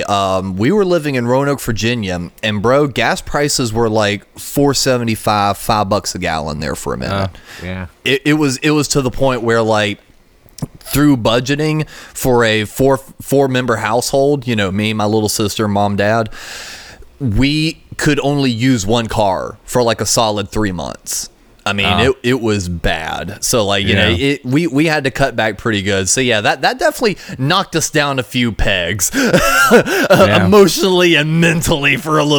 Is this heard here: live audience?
no